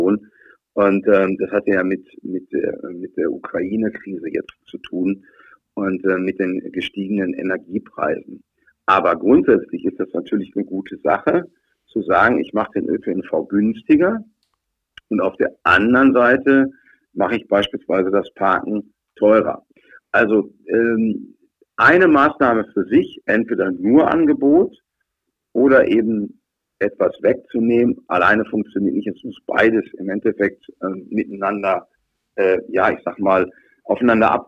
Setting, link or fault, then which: link, phone line